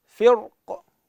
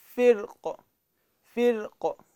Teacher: فيجوز لي في حال الوقوف على هذه الكلمة يجوز لي وجهين، أقول فرق بالتفخيم، وأقدر أقول فرق فرق بالترقيق، هذا في حال الوقوف.